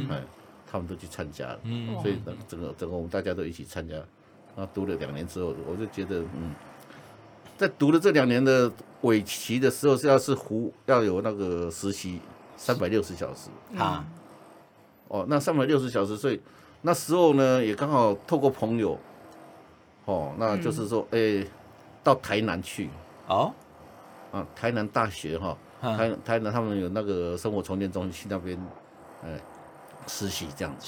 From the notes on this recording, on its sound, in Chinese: 本集錄製時，外面的工人也跟我們一起辛勤的工作，添增了一些背景音樂，還請大家多多見諒XD。